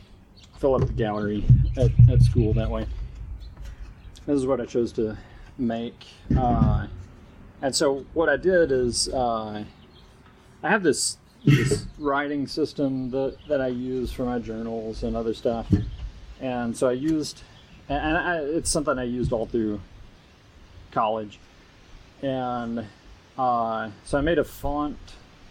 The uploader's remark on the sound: If there was ever a ridiculous episode to record on my back porch this one is it. You get the full audio breakdown of what my back yard sounds like. Lots of super serious art talk, fire sounds, and general shenanigans. The audio for this one starts a bit choppy in the first few minutes but I get it tuned up rather nicely shortly in. Noise gate foolishness.